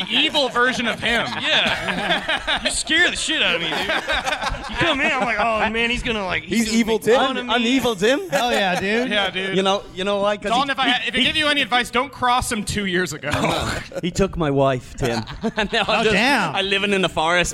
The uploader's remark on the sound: Live from the Tiny Penis